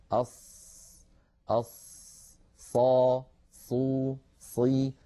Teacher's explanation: والمطلوب من القارئ أن يضع رأس لسانه منتهى الطرف عند الصفحة الداخلية للأسنان السفلى، أص تماما كالسين، أص أص ص صو صي، هذا مكان · Term: الصاد